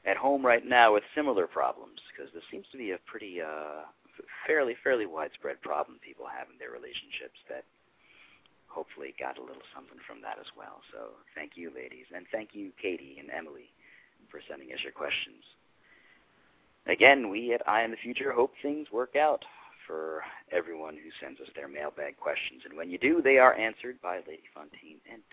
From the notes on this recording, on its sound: live call-in radio talk show